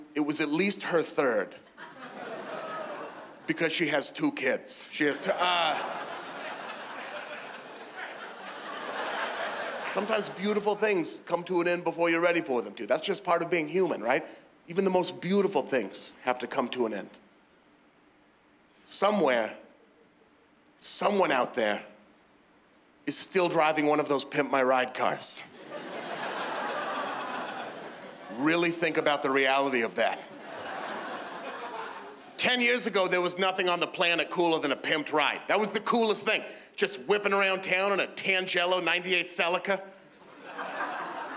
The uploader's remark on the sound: stand up from the Just For Laughs Festival in 2015